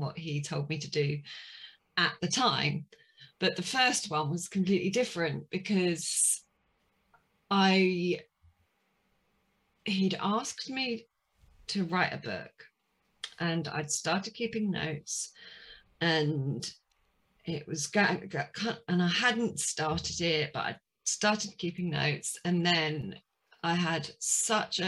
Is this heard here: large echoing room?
no